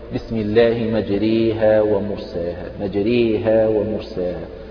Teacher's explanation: الراء الممالة هذه ترقق حتى لو كانت مفتوحة فإنها ترقق